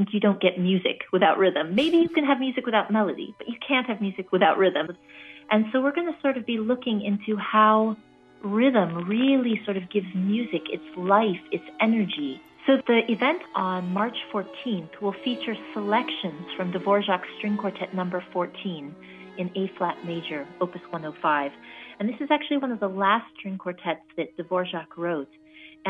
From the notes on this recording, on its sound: Joins us by phone.